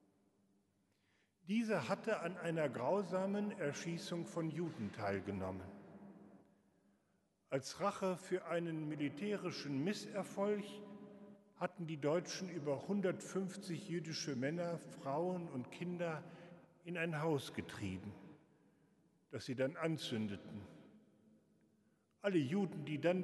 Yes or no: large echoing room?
yes